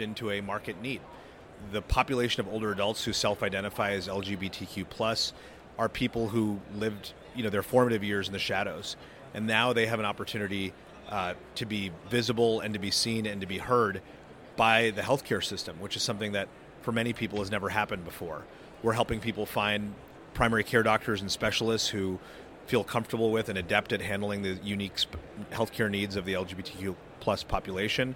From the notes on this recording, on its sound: At this year’s HLTH conference in Las Vegas, Nevada